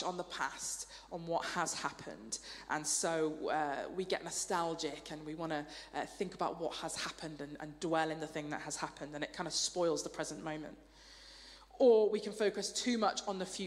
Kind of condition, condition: setting, large echoing room